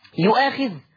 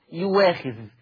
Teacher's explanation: هنجد إن الهمزة المفتوحة أبدلت إلى واو مفتوحة · Shown in: second take · Term: إبدال الهمز المتحرك